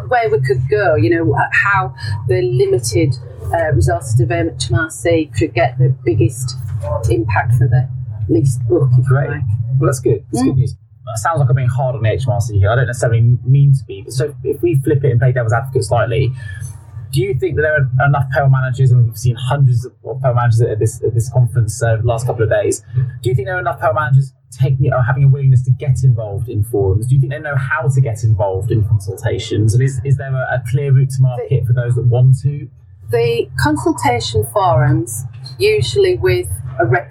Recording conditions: background noise